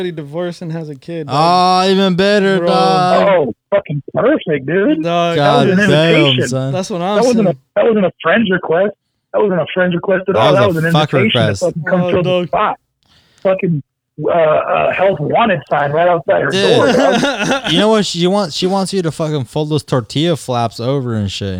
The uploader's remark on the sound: two guest join us via telephone call